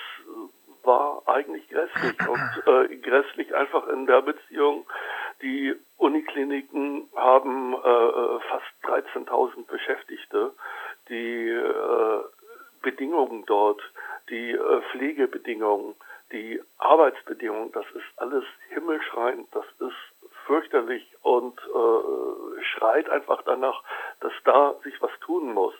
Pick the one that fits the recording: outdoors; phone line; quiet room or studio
phone line